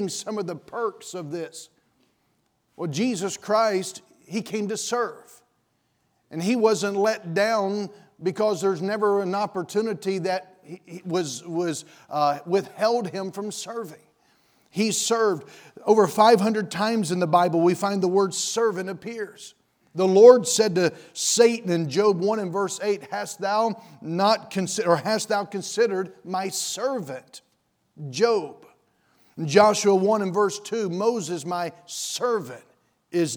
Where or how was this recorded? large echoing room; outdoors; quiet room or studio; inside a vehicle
large echoing room